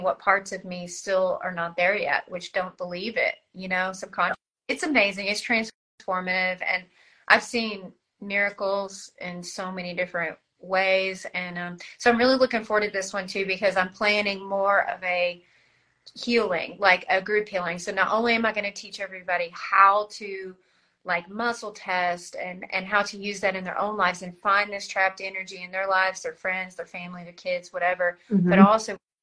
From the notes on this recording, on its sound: testimonials from Instagram Live